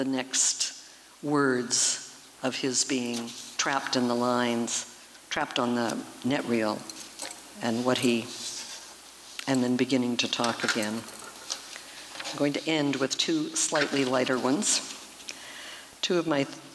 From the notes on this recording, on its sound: Performance was recorded at the Liberty Theatre on Saturday, February 25th, 2023.